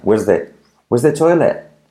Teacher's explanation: La R de where es como que no se pronuncia.